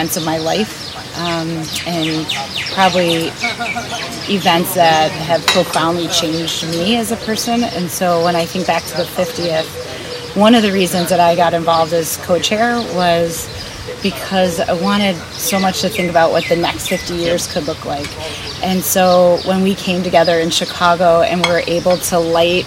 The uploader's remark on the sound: Abu Dhabi Daily Show LIVE From Special Olympics World Games 2019. In Abu Dhabi, UAE.